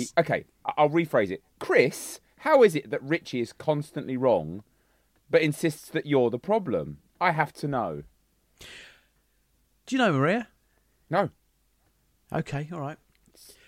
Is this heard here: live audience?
no